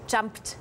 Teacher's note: Das heißt, die Endung wird auch hart und es endet, dann es heißt dann auch mit T, jumped. Jumped, genau, richtig.